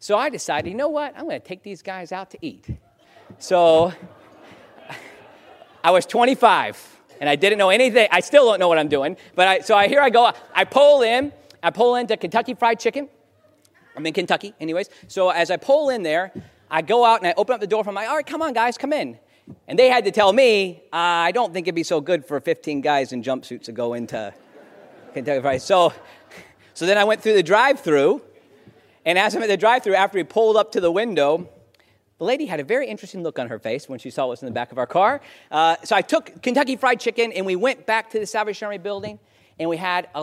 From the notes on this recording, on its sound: In the second half, there is a recording of a keynote. At the Doing the Salvation Army Civic Luncheon in Naples in 2016.